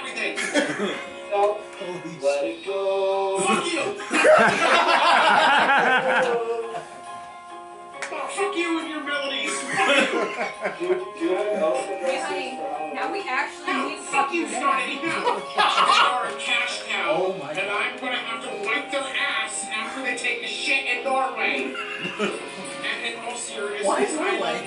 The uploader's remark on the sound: a live anniversary special at the Homewood Suites in East Rutherford, NJ